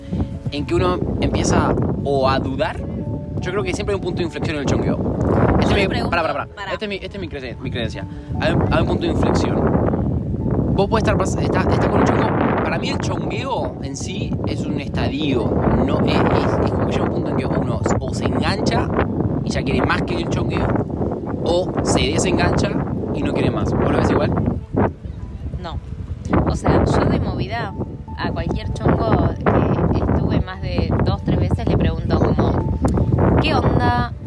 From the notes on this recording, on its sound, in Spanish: Descubranlo entre el ruido del viento y el pianito que no sabemos por qué suena de fondo.